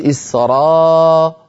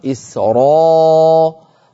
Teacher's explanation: إسرائيل من مشهور الأحكام أن الراء المفتوحة مفخمة، أنت قلت إسراء، اسمع إسراء، والصواب إسراء راء بضغط الصوت إلى قبة الحنك إلى سقف الحلق · Shown in: second take · راء هذه الراء المفخمة العربية، راء هذه راء إلى الخارج ليست مفخمة.